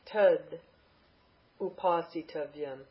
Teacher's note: Tut upasitavyam. The ta changes to da.